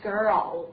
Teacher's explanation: 在这个 r 和这个 l 之间呢，其实一般呢，我们为了方便发音呢，加上了一个弱化元音